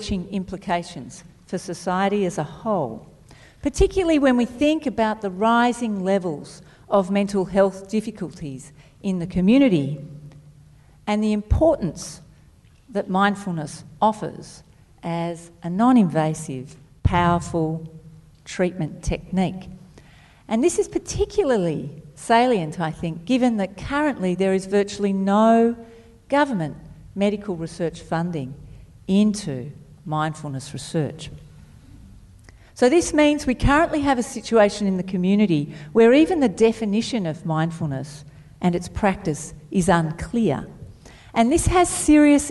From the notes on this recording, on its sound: Thanks also to our event partner, Melbourne Knowledge Week. This podcast was recorded on Tuesday the 21st May at Hoyts Melbourne Central.